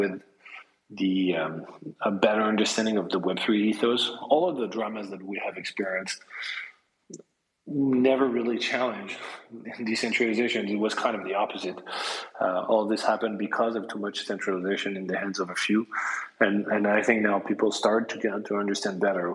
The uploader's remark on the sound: Recorded via Twitter Space on December 23, 2022.